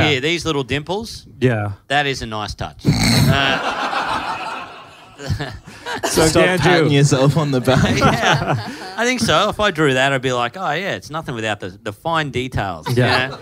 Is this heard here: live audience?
yes